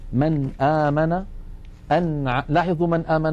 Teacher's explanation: النون ظاهرة عند الهمزة لأن النون من طرف اللسان والهمزة من الحلق. · Term: الحرفان المتباعدان